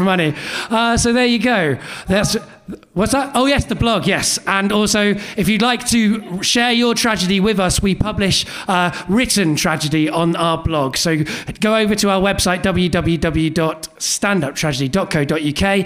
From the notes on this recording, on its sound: This week's episode is the third act of our Tragic Spring live show which took place at the Hackney Attic on April 25th.